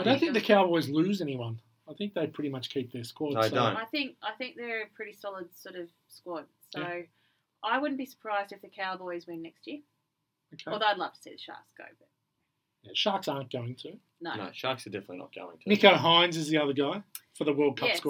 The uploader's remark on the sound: Sorry for the sound. Apologies for the sound.